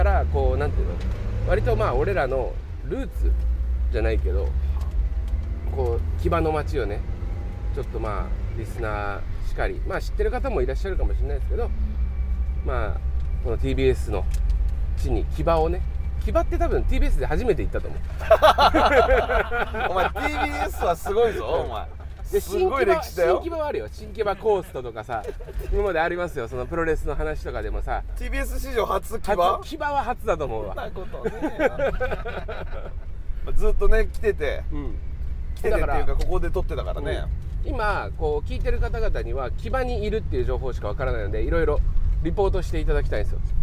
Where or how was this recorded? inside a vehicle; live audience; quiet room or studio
inside a vehicle